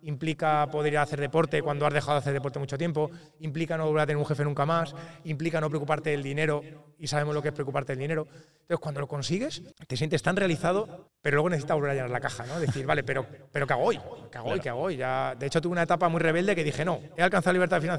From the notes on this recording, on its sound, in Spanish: El podcast Sendero LIBERTAD ha sido grabado presencialmente en el evento "1 año para la LIBERTAD" en Castellón.